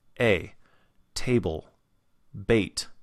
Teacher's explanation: And as you can hear, it sounds pretty close to something else, another sound that we make, which is actually the diphthong that we're going to be talking about. So the diphthong is what happens when we take that A vowel sound and we combine it with I. We put those two together with the second one being very short. It's going to have that little scoop mark above it.